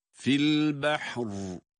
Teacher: Ama duruş halinde Ra cezimli ise Ra'dan önceki kendisine en yakın olan harekenin etkisinde okunur Ra harfi o zaman. Kendisine en yakın hareke üstün olduğuna göre Ra'yı burada kalın okumak durumundayız. Onun için tecri fil bahr diye duruyoruz ama tekrar başlayıp devam ederken ince okuyacağız. · Term: Ra'nın kalınlığı